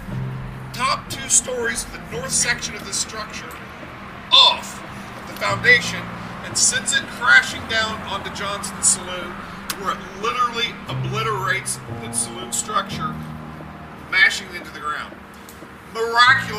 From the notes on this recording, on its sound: At the Murder and Mayhem tour on Saturday, October 15 on the Salem town square of Washington county Indiana as well as a field recording taken at the Salem Speedway. These recordings have been cleaned up to the best of our ability but expect crowd noise, muted audio, and vehicular sounds as they are presented to give the "feeling" that my family and I had while recording them.